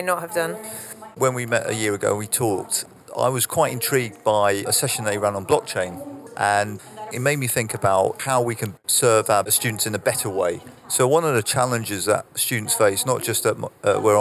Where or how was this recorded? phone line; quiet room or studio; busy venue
busy venue